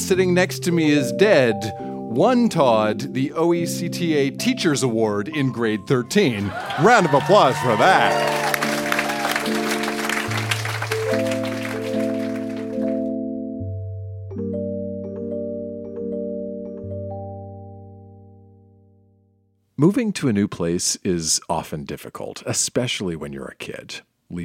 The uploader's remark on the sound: Recorded live at Yuk Yuk’s in Ottawa.